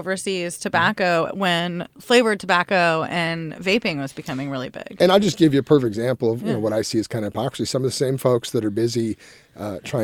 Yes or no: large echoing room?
no